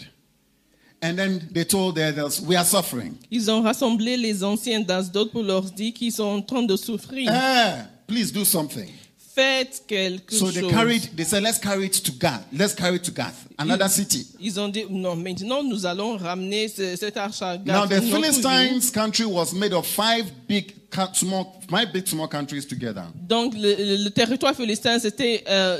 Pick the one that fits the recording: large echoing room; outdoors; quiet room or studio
large echoing room